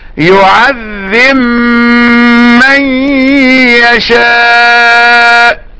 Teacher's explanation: إدغام باء يعذب في ميم من يشاء